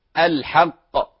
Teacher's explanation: الحق، قاف مدغمة وقاف مقلقلة